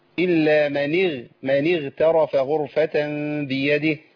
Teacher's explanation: الغين هنا في مرتبه في ادنى مراتب التفخيم